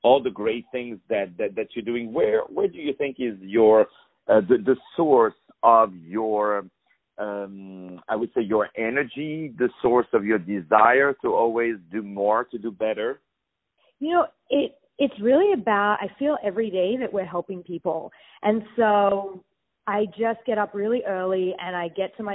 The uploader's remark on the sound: On the phone